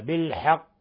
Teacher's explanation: قلنا إن هذه قلقلة كبرى، إذا وقفنا عليها فإننا نظهر هذه القلقلة